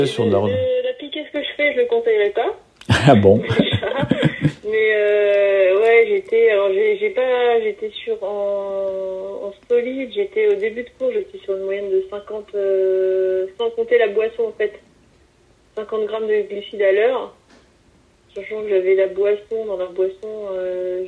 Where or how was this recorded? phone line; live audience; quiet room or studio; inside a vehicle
phone line